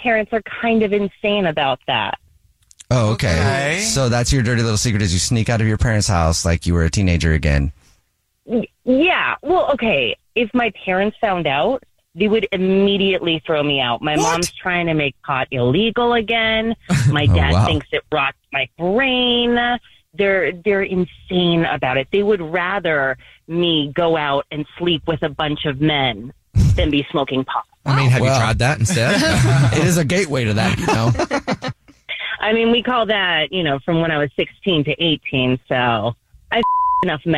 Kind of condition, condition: link, phone line